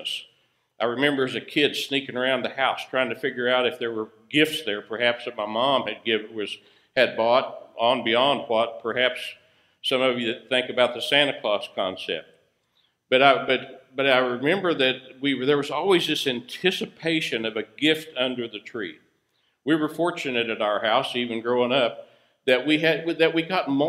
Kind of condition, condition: setting, large echoing room